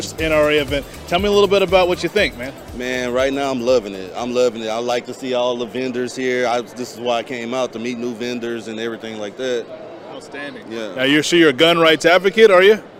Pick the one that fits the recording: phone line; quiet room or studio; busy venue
busy venue